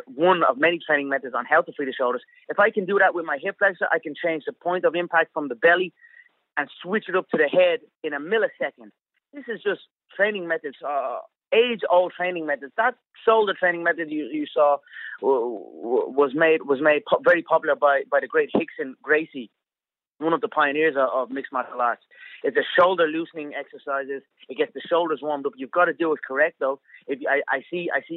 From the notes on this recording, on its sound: on a conference call